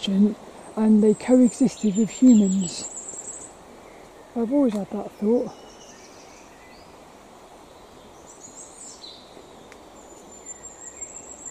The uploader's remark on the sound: Hope you enjoy this lil walk and talk around Plymridge Woods.